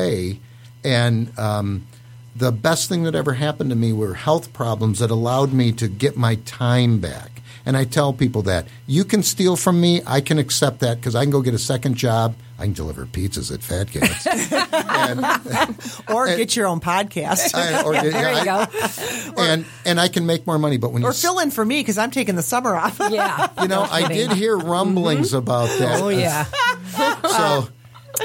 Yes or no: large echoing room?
no